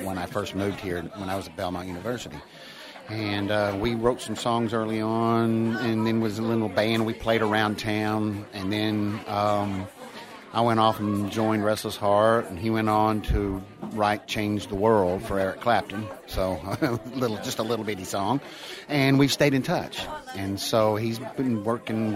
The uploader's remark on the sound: at Music Row Live during CMA Week in Nashville